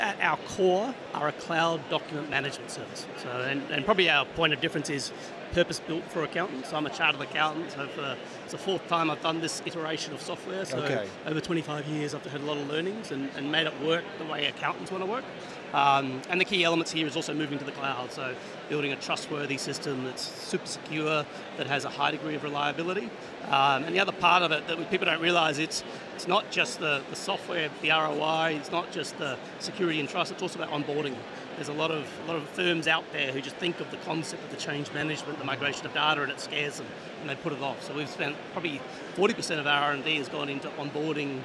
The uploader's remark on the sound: Event Special - Accountex 2023 Live Interviews.